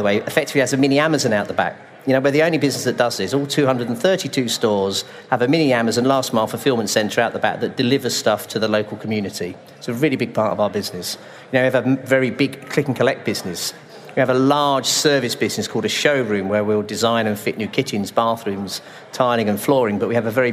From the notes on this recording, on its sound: A special edition from Retail Week Live 2021 in London. A special edition from Retail Week Live 2021 in London.